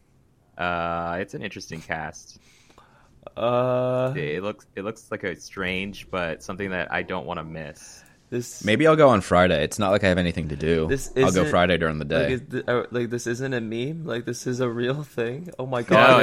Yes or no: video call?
no